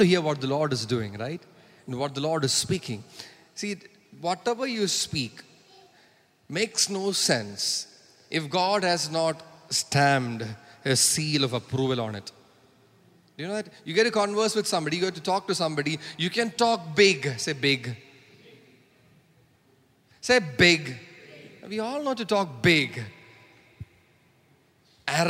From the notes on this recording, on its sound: preached at Sunday Service on 13 August 2023 at Revelation Church.